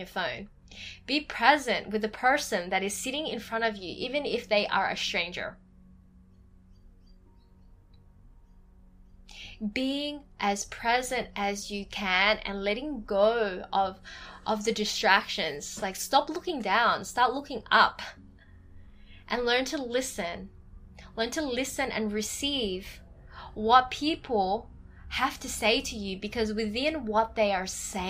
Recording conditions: sounds in the background